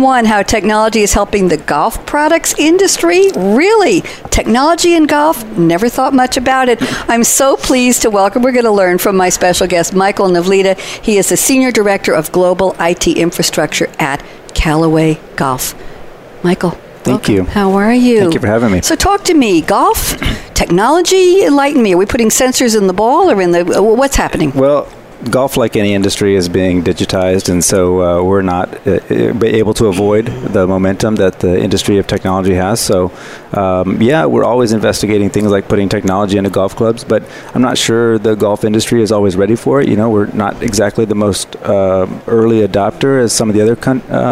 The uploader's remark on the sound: Coffee Break with Game-Changers Radio was invited to broadcast live from SAPPHIRE NOW 2017 in Orlando.